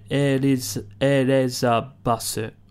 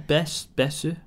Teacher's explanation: So the TH noise is a su noise in Japanese.